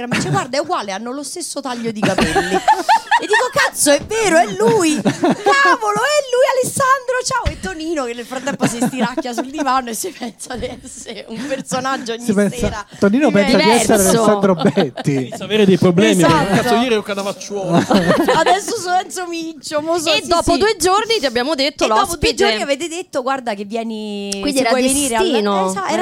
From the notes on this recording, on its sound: Live dal GhePensiMi